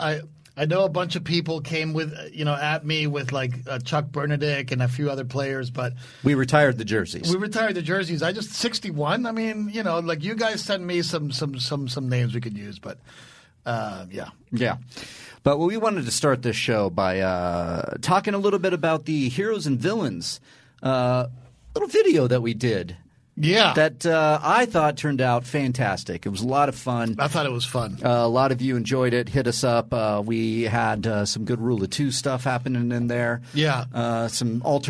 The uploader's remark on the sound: We’re going right to the audience for a super-chat/live call Q and A!